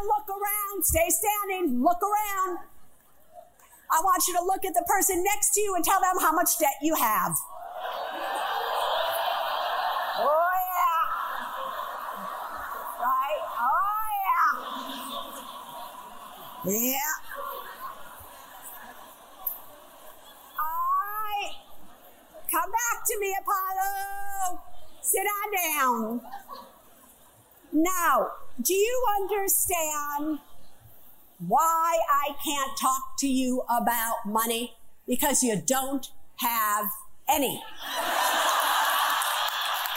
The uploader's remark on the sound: Live From The Apollo Theater